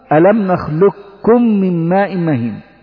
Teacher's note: إلا أنه قال هنا، قال والخلف بنخلقكم، وقال الصحيح والذي عليه العمل أن إدغام القاف في الكاف إدغاما محضا، يعني إدغاما خالصا، بأننا نبدل القاف إلى كاف ثم ندخل الكاف الأولى في الكاف الثانية فتصير كافا واحدة مشددة